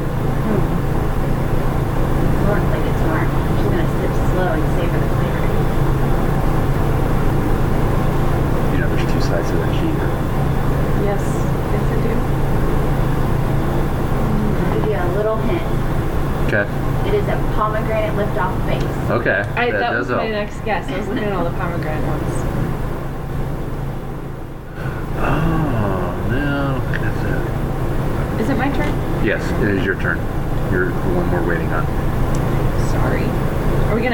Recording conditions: background noise